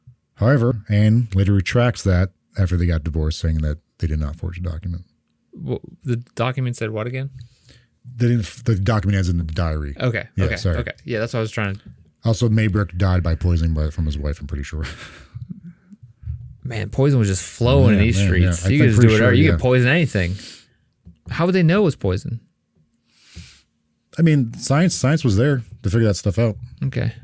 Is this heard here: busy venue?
no